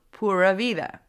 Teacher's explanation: De meeste Costa Ricanen spreken de R uit zonder de rollende R, maar een R, als in een English R.